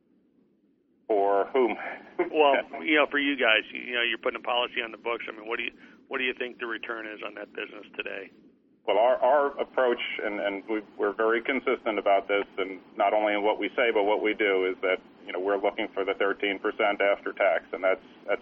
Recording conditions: phone line